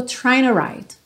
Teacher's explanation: Na junção desse N do trying com o T do to, acabou que o T perdeu um pouquinho e ficou trying to write.